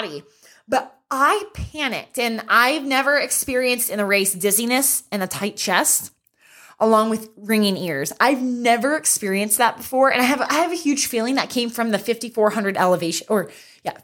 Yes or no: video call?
no